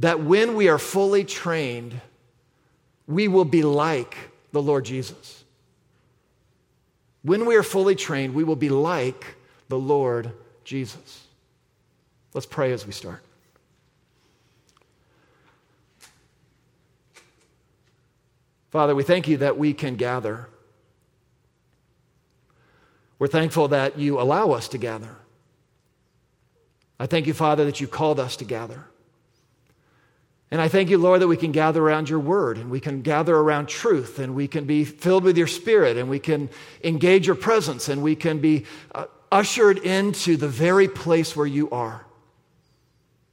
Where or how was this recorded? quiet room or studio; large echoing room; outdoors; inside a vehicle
large echoing room